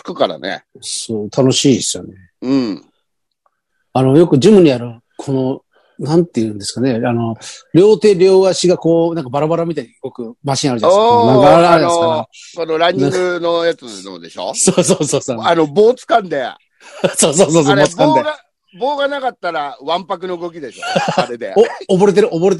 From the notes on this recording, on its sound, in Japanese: ZOOMで収録。